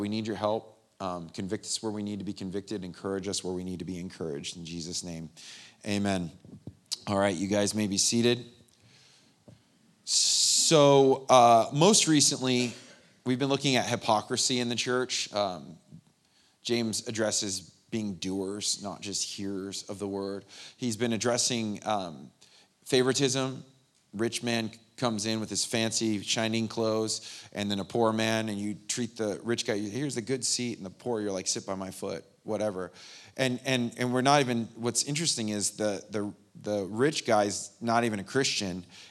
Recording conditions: large echoing room